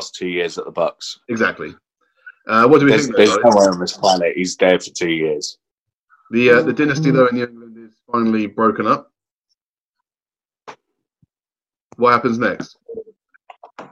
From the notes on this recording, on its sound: Isolation Edition. Get on a video call to record.